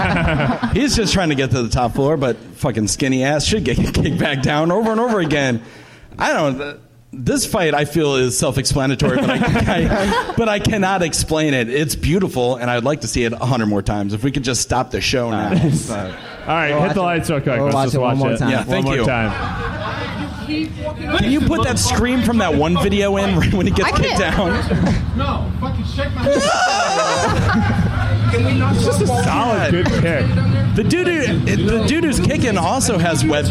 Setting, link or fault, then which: setting, busy venue